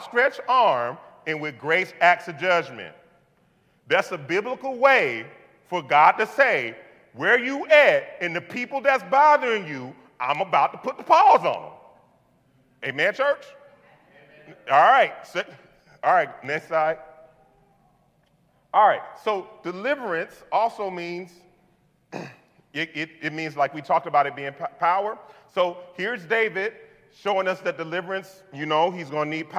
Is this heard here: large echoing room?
yes